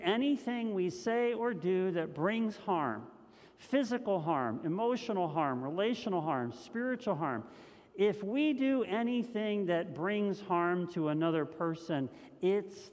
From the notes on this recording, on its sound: This message was first preached on February 28th 2021 at Linglestown Life Church in Harrisburg PA.